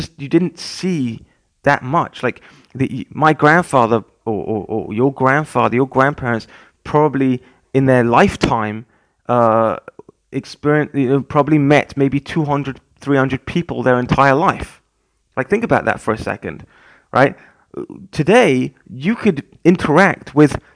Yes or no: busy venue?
no